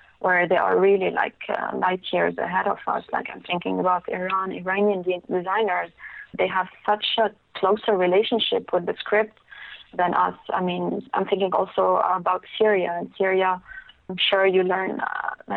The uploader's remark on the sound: I was joined on the phone by one of the few type designers for Arabic alphabet.